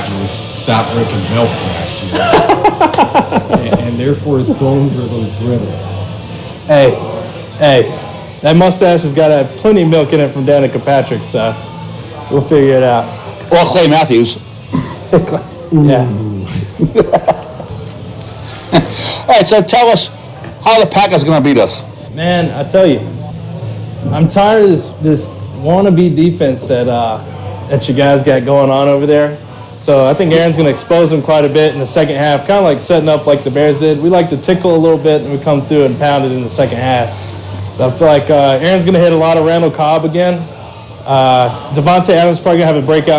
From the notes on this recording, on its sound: The Vikings travel to Green Bay and we do too. Audio quality is not the best, but what can you expect when your in the cheesy state of Wisconsin.